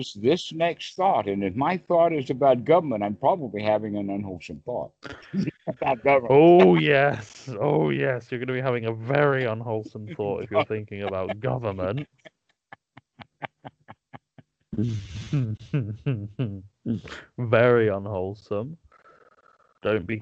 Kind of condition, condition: link, phone line